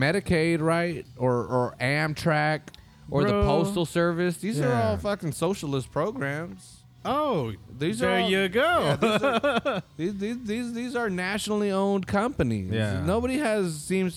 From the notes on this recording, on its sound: This episode was recorded back at our old recording space in XL Publichouse in Oldtown during the Parade of Lights festival. The rain stayed away long enough to keep everyone dry and the beer warmed us up.